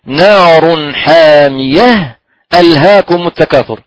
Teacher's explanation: نقف على يعني على حامية بهاء ساكنة ونبدأ بهمزة قطع ألهاكم